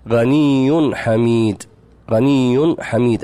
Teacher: هنا أتى التنوين، وأتى بعد التنوين حرف الحاء، والحاء من حروف الإظهار